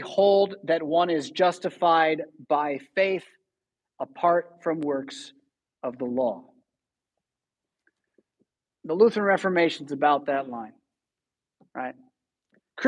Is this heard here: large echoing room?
yes